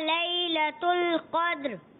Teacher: दाल में कलकला अच्छा किया, मगर रा को क्या करेंगे, पुर रखेंगे और उसकी आवाज भी आएगी।